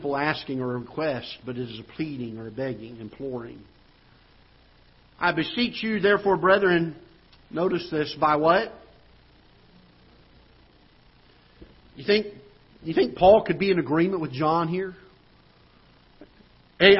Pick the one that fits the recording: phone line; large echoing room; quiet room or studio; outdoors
large echoing room